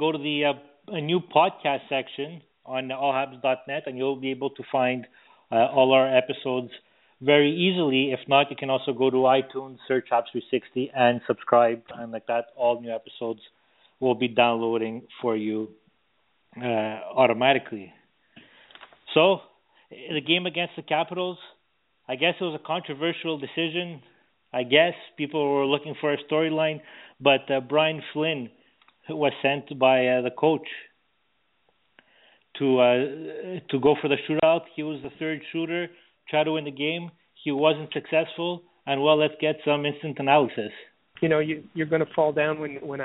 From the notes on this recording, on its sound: we take your phone calls